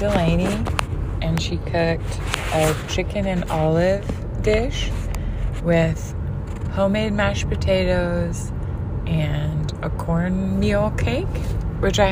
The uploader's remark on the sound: NASHVILLE STREET SOUNDS